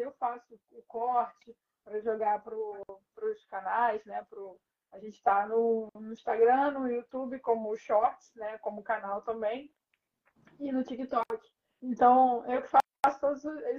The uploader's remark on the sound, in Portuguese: A conversa ao vivo no Insta